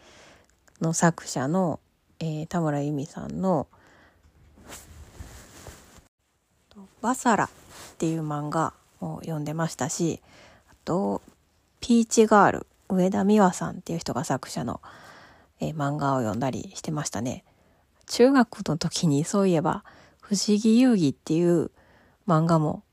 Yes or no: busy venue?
no